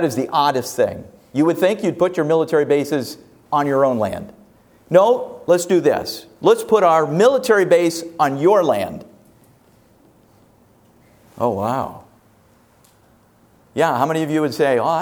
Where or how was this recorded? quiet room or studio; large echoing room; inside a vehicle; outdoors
large echoing room